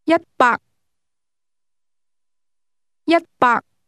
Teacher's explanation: 100 is pronounced with a combination of high and mid-level tones.